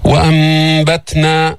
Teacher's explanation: التاء حرف شديد بس فيه همس